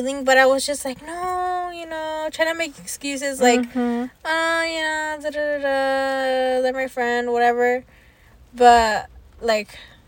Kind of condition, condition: fault, background noise